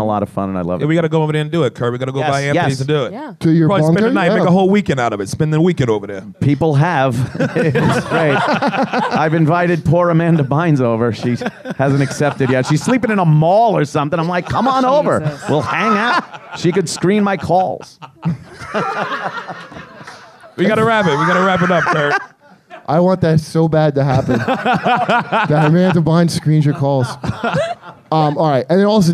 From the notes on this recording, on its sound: This live episode was a part of The New York Comedy Festival! There was at least one person in the audience.